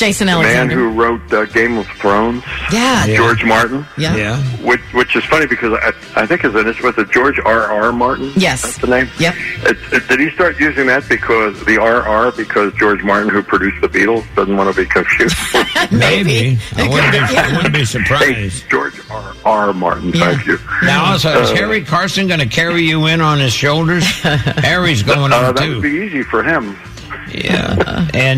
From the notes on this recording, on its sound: call in this morning